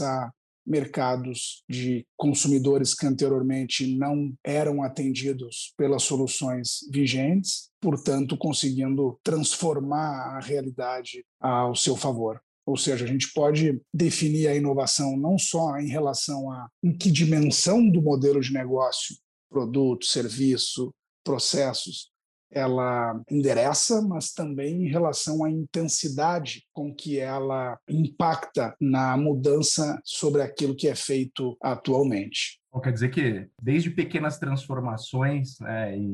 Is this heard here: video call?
yes